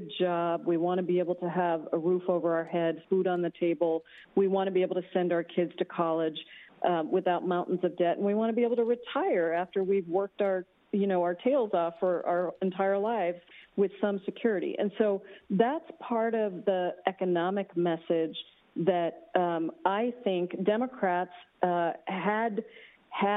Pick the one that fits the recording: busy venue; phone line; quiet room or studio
phone line